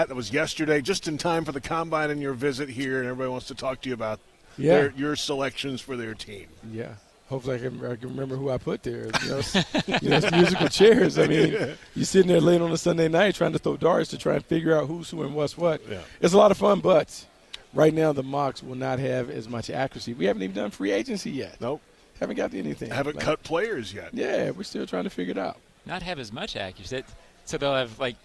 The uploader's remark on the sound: live from the NFL Combine